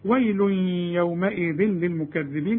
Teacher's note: الأول في غنة وبعدين في إدغام بدون غنة